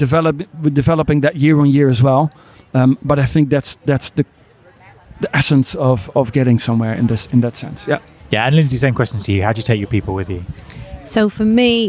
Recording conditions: busy venue